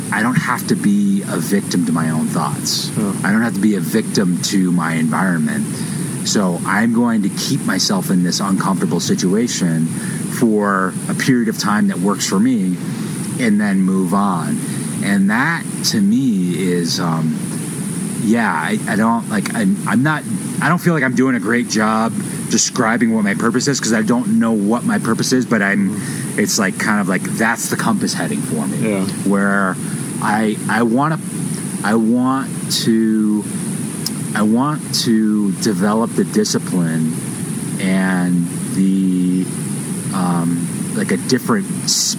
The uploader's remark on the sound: had a chance to record a podcast from camp just north of Crested Butte